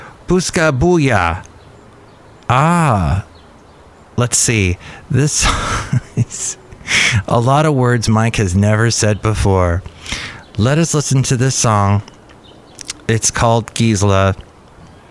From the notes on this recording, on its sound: podcasts live from Cafe Anyway